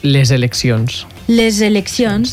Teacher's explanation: La S de l'article és que és sorda, solta, passaria a ser sonora perquè la següent paraula comença per vocal, que és sonora.